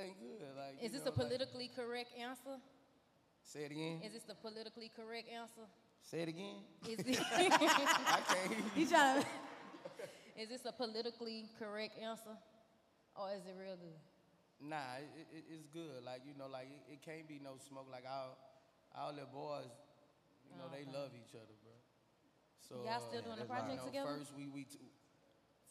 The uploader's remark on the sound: Podcast Live Experience